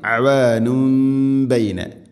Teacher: തൻവീനിനെ മീമാക്കി മാറ്റി മണിച്ചുകൊണ്ട് ഉച്ചരിക്കണം. ഇഖ്ലാബ് എന്ന് പറയും.